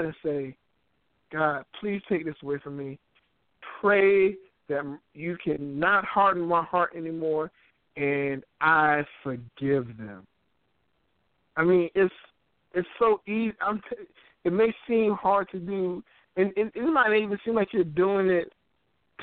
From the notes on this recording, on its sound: The focus of the episodes will have callers call in anonymously and confess a sin to brothers and sisters in Christ.